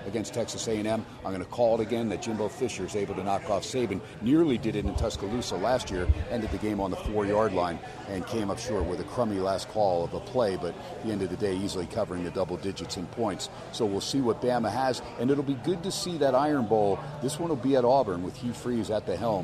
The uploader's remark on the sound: "Live" from #SteinersPub in #LasVegas. SPORTSXRADIO HUMP DAY AT STEINERS PUB.